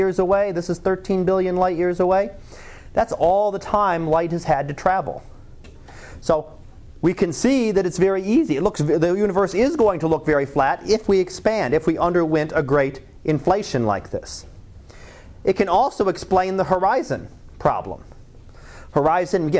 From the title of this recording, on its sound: Live Class Lecture